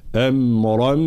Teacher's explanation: فنمر من الراء المفتوحة المفخمة إلى الميم المشددة مع الغنة · Term: الإدغام مع الغنة